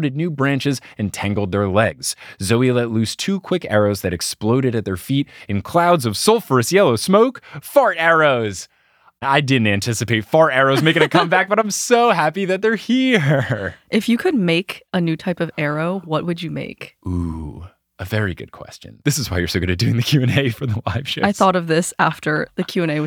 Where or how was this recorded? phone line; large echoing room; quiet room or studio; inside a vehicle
quiet room or studio